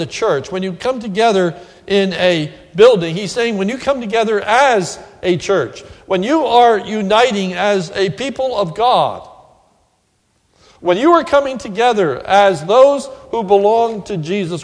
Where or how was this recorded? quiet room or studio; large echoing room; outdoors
large echoing room